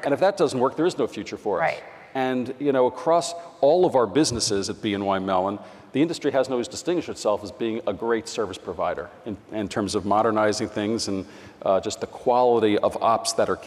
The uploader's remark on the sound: Live from BNY Mellon Insite 2018 Conference